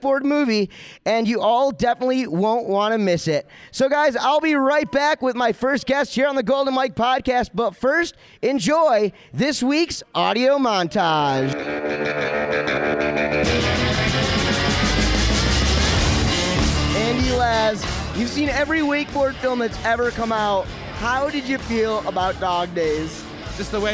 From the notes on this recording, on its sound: Live From Cablestock. Live from TSR’s CableStock 2016! Impromptu conversations and interviews during “Casino Night” at the 15th Reunion of the Texas Ski Ranch.